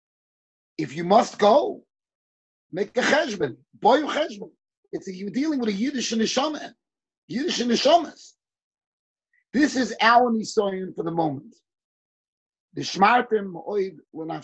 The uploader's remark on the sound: Shiur recorded on Zoom conference.